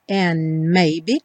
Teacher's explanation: Passa do N direto para o M, and maybe, porque o D do and não vai ser pronunciado.